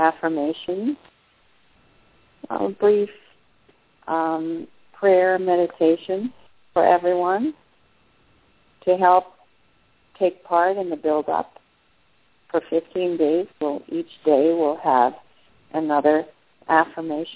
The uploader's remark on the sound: The audio is not optimum, from a cell phone in Puerto Rico.